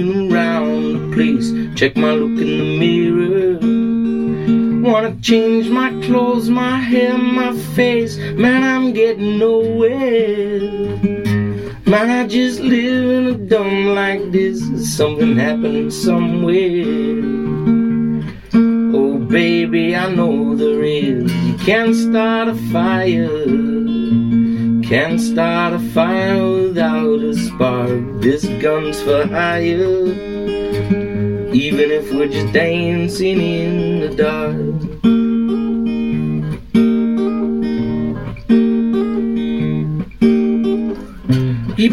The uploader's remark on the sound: Greenhouse Acoustic Phone Recording